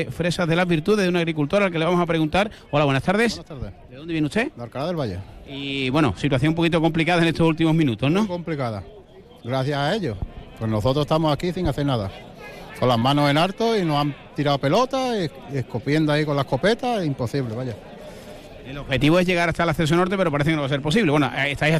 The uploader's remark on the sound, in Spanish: Conexión en directo desde la protesta de agricultores en el Acceso Norte al Puerto de Algeciras